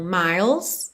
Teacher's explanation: do L, língua lá no céu da boca, você já vai pro S, tá? Não pronuncia essa letra E mesmo, então miles.